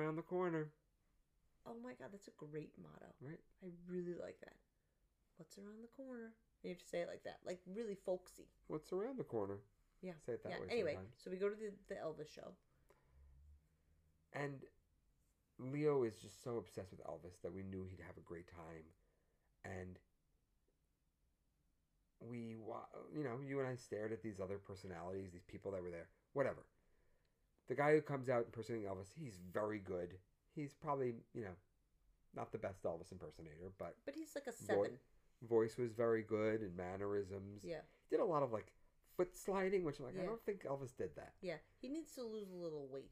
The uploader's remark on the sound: I forgot to turn the mic on when we recorded this so turn up the volume!